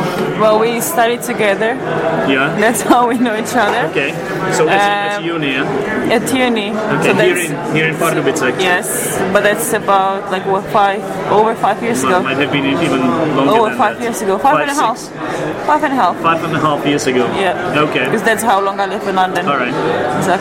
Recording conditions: background noise